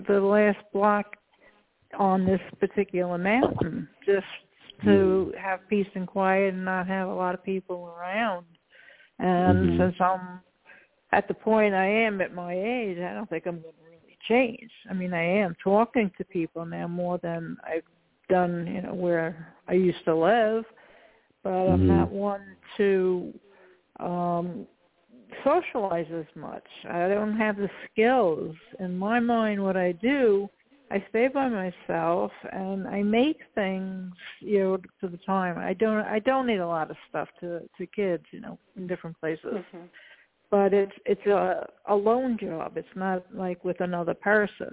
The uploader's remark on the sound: Those who call in will form a panel